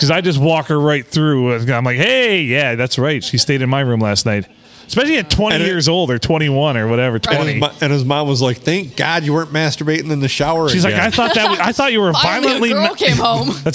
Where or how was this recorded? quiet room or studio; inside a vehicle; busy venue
busy venue